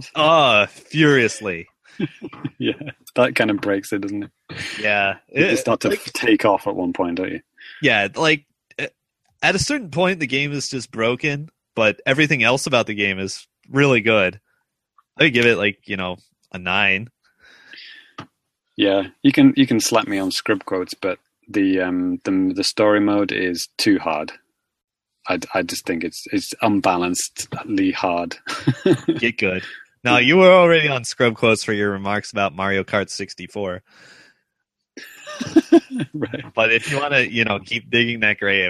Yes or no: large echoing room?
no